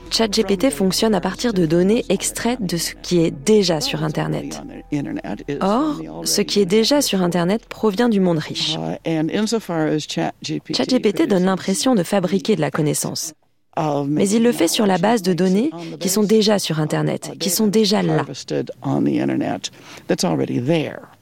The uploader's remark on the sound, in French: sous un arbre